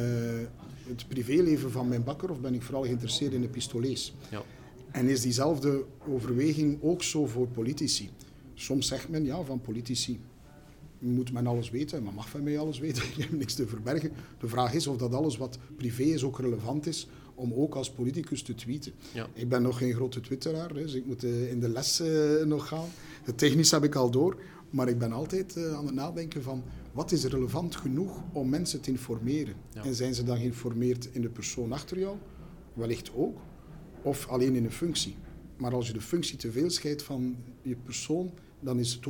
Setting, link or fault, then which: setting, busy venue